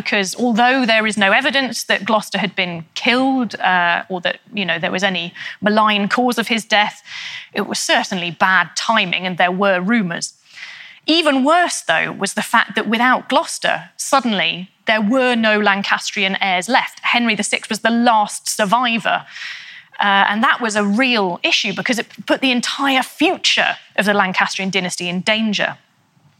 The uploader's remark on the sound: In a talk she delivered at our 2019 BBC History Magazine History Weekend in Winchester